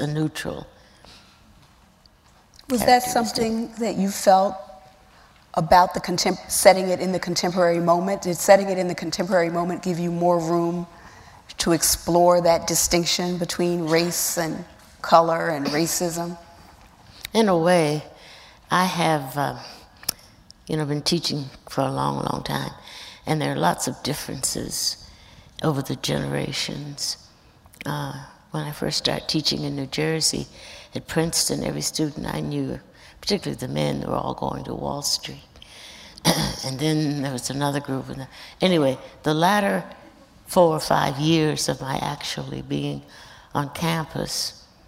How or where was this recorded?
live audience